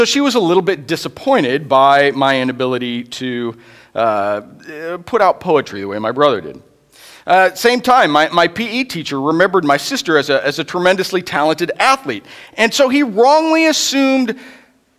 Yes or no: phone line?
no